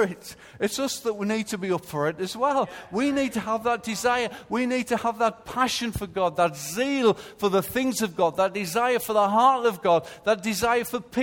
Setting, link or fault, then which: setting, large echoing room